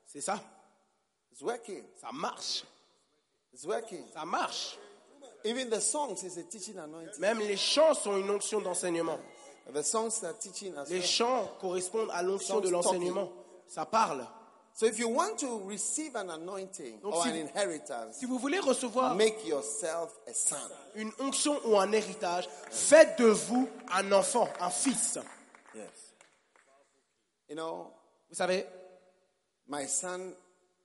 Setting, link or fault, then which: setting, live audience